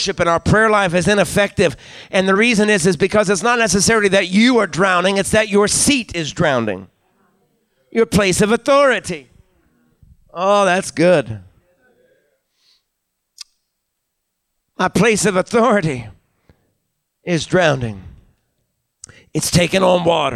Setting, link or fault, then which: setting, large echoing room